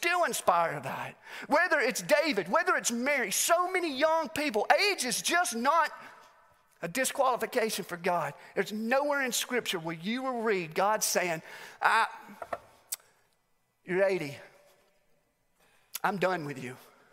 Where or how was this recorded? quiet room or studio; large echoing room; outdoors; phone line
large echoing room